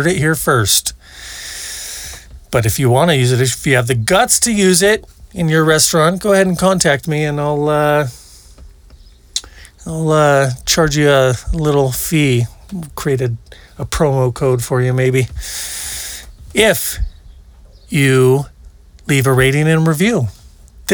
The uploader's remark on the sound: Recorded at Hot Spring Glamp Camp. Recorded at Hot Spring Glamp Camp.